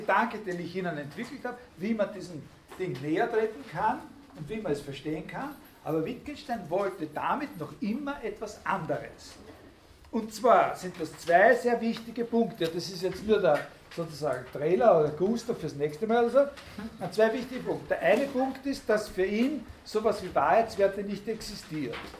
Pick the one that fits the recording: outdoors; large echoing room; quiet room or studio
large echoing room